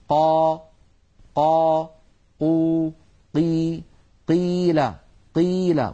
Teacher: القاف مر معنا منذ قليل أنها حرف مجهور يعني ينحبس نفسه تماما، ففي بعض العاميات المعاصرة اعتاد بعض الناس أن يقول قا فقال لهم، وإذا قيل قي، يجعلون كمية من الهواء تتدفق مع صوت القاف المتحركة قا قو.